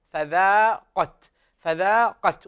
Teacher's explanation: وأيضا فذاقت، فذاقت، الذاء هنا حرف الذال هنا مرقق يأتي بعده حرف مفخم فذاقت، فذاقت، وهنا وهو وحرف القاف هنا في أقل درجات التفخيم